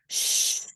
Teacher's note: a sniff and an SH. Shh, that provides the most friction